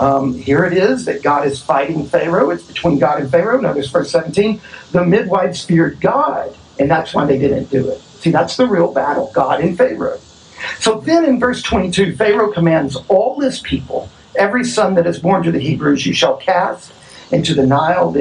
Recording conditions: poor sound quality